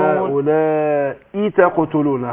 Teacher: حقق الكسر في الهمزة